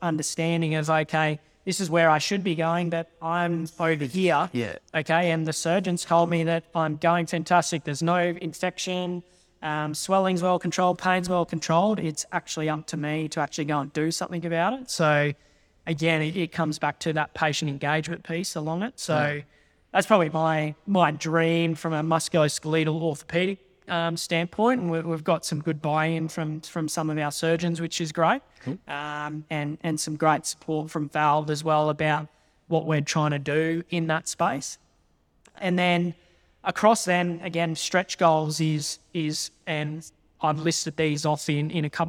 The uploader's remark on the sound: In this episode which was recorded live at VALD’s Alta Clinic in Brisbane with an audience of some forty to fifty THT+ Members and guests.